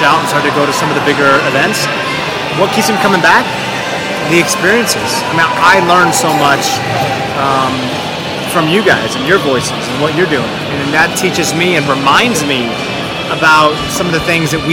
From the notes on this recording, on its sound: Abu Dhabi Daily Show LIVE From Special Olympics World Games 2019. In Abu Dhabi, UAE.